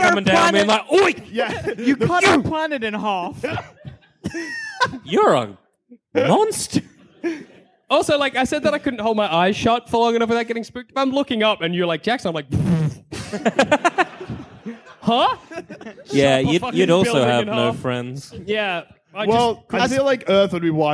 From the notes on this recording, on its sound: recorded at the Frog & Bucket at Manchester